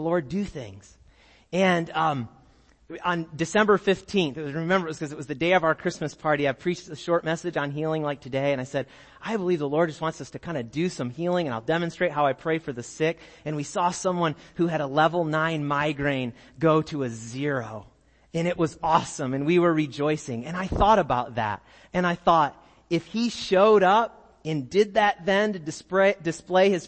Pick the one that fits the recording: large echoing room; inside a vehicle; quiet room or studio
large echoing room